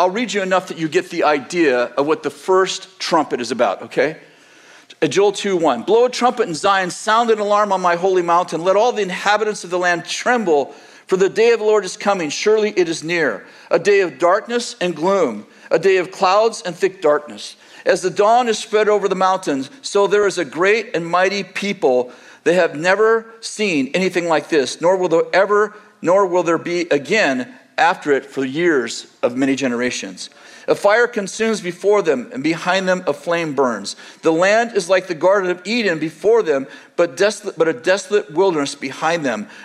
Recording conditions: large echoing room